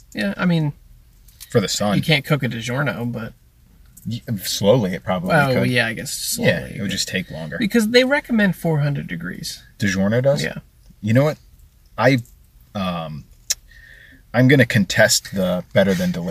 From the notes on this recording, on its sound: This is a throwback episode to when we recorded in the car.